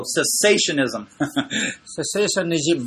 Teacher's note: accent on the second syllable